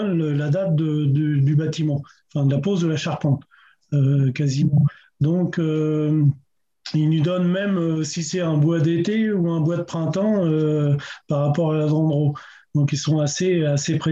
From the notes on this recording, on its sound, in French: Intervention enregistrée sur Zoom. Dans le cadre du séminaire consacré à la restauration de Notre-Dame de Paris.